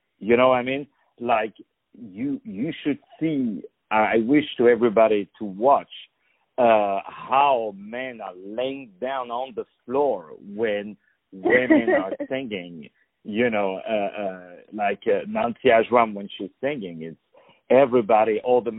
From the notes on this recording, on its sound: On the phone